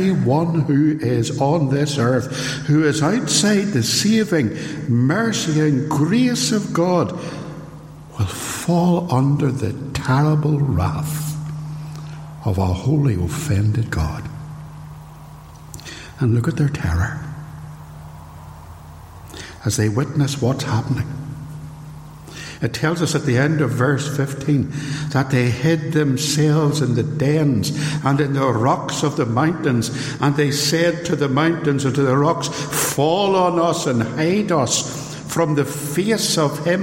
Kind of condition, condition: setting, large echoing room